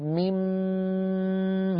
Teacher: أغلب العلماء على أن إدغام مما هو إدغام كامل، يعني أن النون تحولت إلى ميم ثم أضغمت الميم في الميم فصارت نطق بميم مشددة، والغنة التي نسمعها ميم هي غنة الميم وليست غنة النون، لذلك يسمونه إدغام كامل.